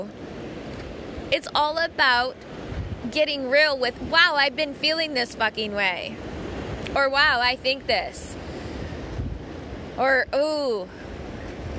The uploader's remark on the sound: Sounds of the Pacific Ocean at Avalon Beach, Australia.